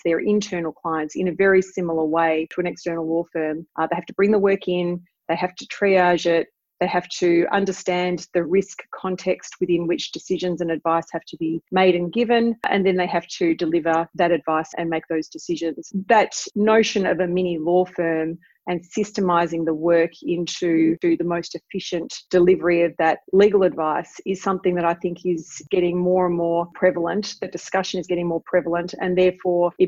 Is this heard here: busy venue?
no